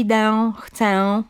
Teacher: Trzeci przykład dotyczący samogłosek nosowych. Zbyt dobitne wymawianie e na końcu wyrazu